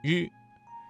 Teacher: 日的发音位置是舌尖稍微卷起，靠近硬腭前部，发音要点是舌尖卷起，接近硬腭前部，但不完全阻塞气流，形成一种轻微的颤音。在练习这些翘舌音的时候，最重要的就是要掌握舌头的正确位置和形成狭窄通道的能力，以确保声音的准确和清晰。可以通过镜子来观察舌头的位置和形状，反复练习，直到能够自然而然地发出准确的声音。此外，听力辨识也是非常重要的，多听标准发音并且进行模仿，可以有效地来提高发音的准确性。接下来送由中国节目继续。半坡人不单止解决了